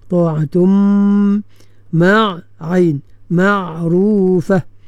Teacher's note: tanwin itu nun yang ada dalam tanwin itu dimasukkan ke dalam huruf mim secara sempurna, sebab apa nama dengung tu dah berada pada huruf mim itu ya. · Term: idgham ma'al gunnah kamil